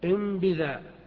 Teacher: مثال لقلب النون ميما وهي متصلة بالباء، فيقال إن بذا بدل إن بذا.